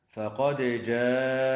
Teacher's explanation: يجب إظهار الدال مع قلقلتها